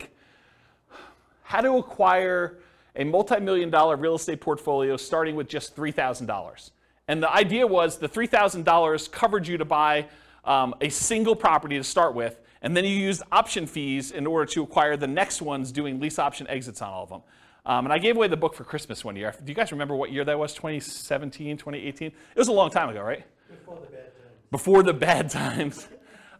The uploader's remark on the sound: This was a live class recorded